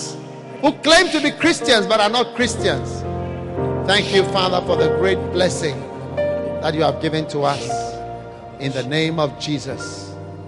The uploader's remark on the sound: Preached at the Tuesday Service, Qodesh, February 2013.